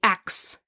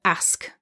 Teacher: in the South and in the African American dialect, it's very common to say axe instead of ask · Shown in: first take